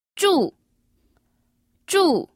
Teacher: Chu. Chu y el cuarto es el tono descendente.